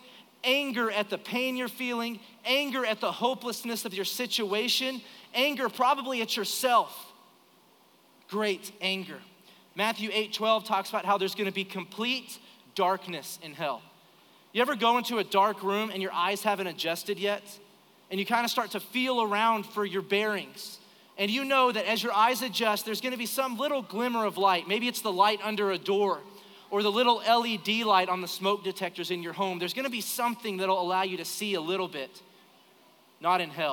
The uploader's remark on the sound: Recorded live during our Sunday morning service.